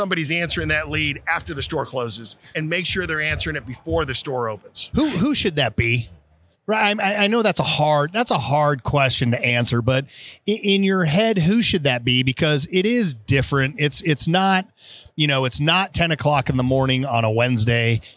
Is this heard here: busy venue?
yes